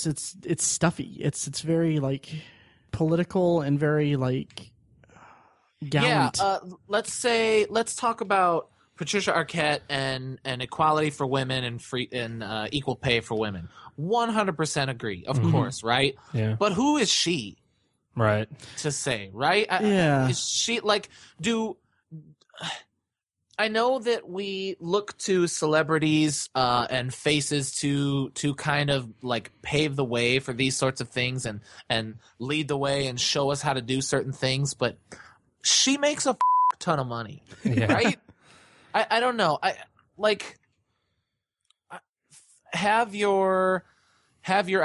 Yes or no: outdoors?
no